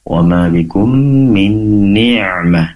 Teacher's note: pastikan ain, yaitu huruf ain, dikeluarkan dari tenggorokan bagian tengah